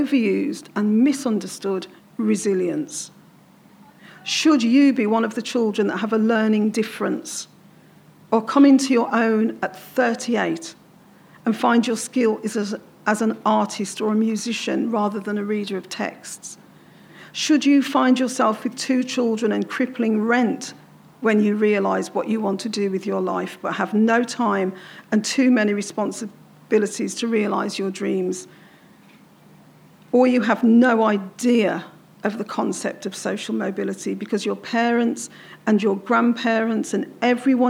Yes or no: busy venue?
yes